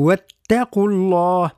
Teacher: حذاري من تفخيم الواو والتاء القاف فقط